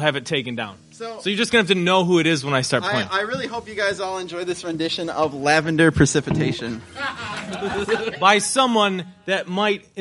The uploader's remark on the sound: It was a blast to record this thing at Adler After Dark. As part of AAD's "Save Pluto" night.